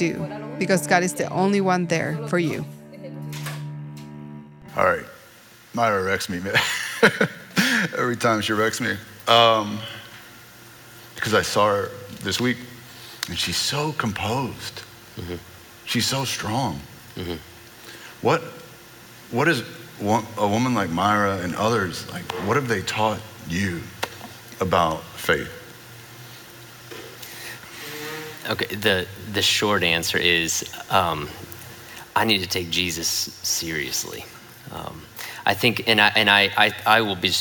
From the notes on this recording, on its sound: At The Story Houston's 4pm service on Sunday, August 18, 2019